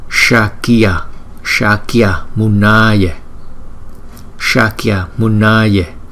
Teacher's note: Rồi chữ A mà có dấu gạch ngang trên đầu thì chúng ta đọc hơi dài hơn so với chữ A không có dấu gạch ngang trên đầu. Chúng ta đọc chữ A có cái dấu gạch ngang trên đầu, thời lượng của nó gấp đôi so với chữ A không có dấu gạch ngang trên đầu.